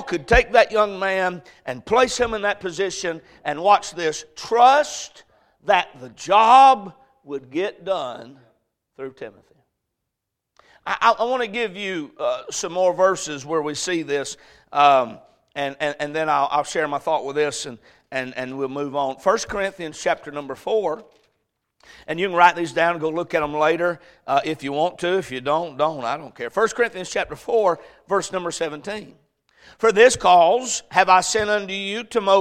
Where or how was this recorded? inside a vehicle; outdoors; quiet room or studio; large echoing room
large echoing room